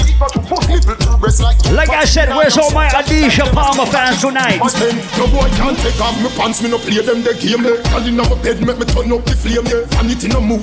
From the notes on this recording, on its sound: (MINIMAL TALKING ). Live audio recording of my set at Island Saturdays on Dec 17th.